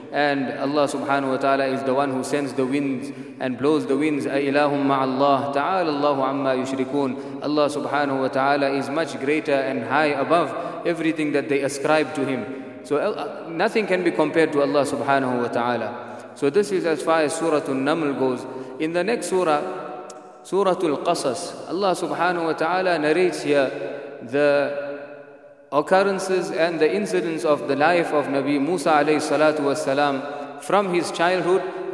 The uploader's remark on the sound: at the Houghton Masjid (West Street)